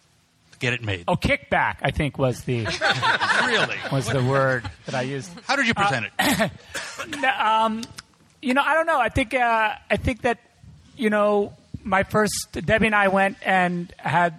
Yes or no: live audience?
yes